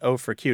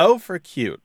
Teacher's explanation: There's a stress on the O, right? · Shown in: second take